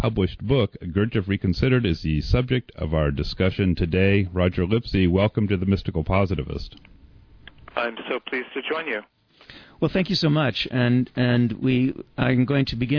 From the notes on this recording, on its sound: We converse by telephone.